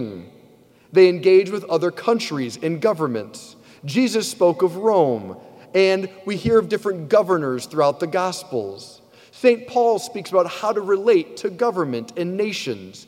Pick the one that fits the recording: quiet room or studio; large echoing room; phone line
large echoing room